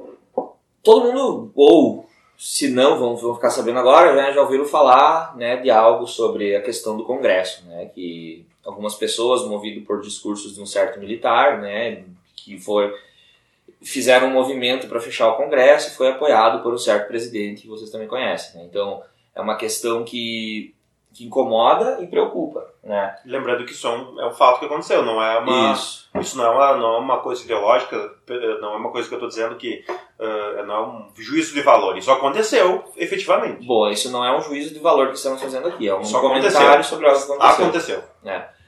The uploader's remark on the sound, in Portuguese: com um celular, o que explica a qualidade do áudio